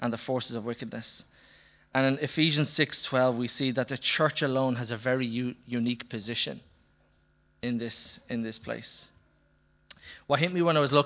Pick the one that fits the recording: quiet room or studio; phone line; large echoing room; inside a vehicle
large echoing room